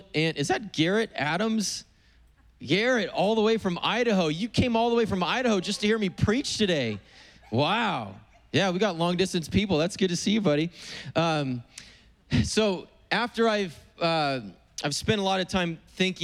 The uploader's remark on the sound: Preached on April 18th at the 11:30AM service.